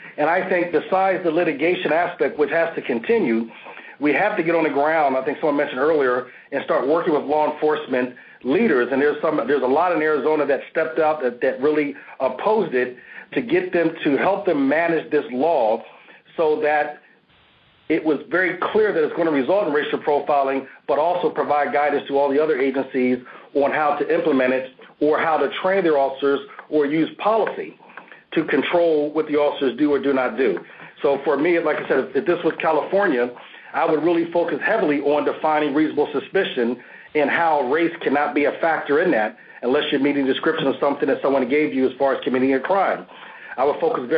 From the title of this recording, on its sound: Full Conference Call